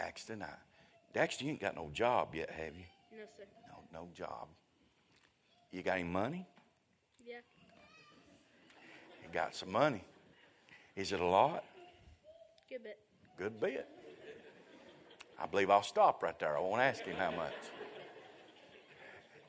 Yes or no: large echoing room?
yes